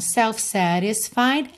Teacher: esse satisfied ficou com rarara no T, que é uma outra possibilidade de sotaque que é um pouco mais fluida, né?